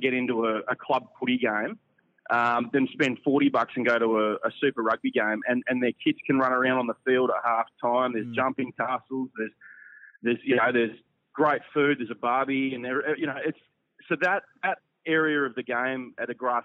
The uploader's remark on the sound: over the phone